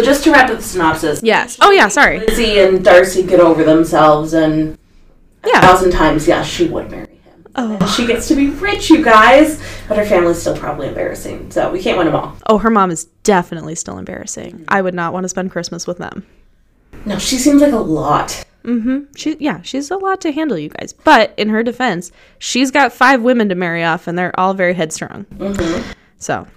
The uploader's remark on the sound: Please excuse our dust as we learn the tricks and trade of audio recording!